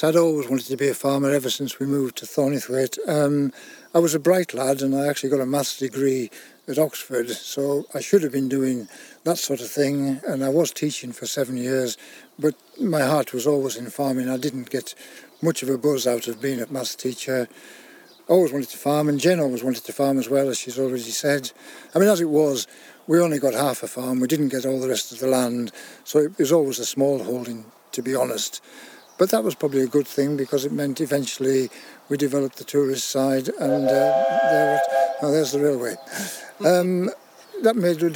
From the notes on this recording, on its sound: We don the Countrystride shorts for a balmy trip west into sylvan Eskdale. As we set out from the handsome farmhouse at Fisherground. Reflecting as we walk. We reach St Catherine's Church.